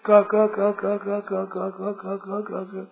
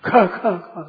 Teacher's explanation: 25 अक्षरों में पहला अक्षर है, तीजा अक्षर है, पांचवा अक्षर है, अल्प प्राण है, अल्प प्राण इनमें प्राण थोड़े खर्च होते हैं, और दूसरा और चौथा ये महाप्राण है, इसमें प्राण बहुत खर्च होते हैं।